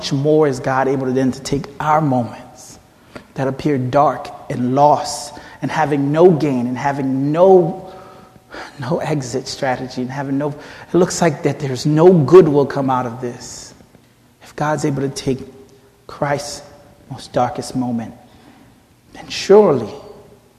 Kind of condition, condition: setting, large echoing room